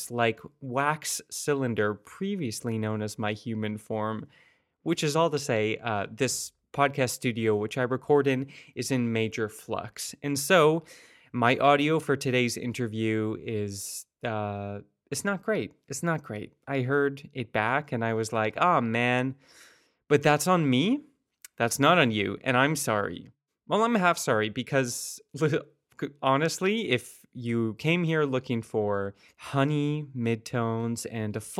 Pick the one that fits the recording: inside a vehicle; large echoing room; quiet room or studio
quiet room or studio